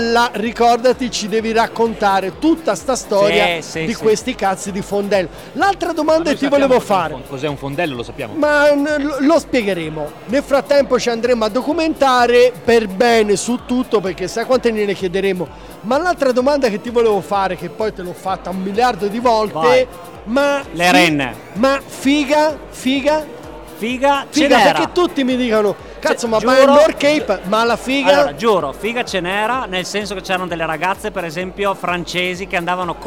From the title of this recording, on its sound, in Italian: Quasi Live da Upcycle Trail Weekend